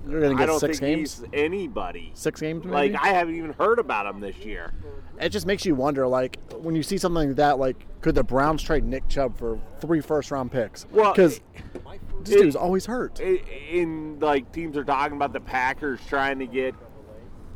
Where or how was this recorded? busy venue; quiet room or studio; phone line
busy venue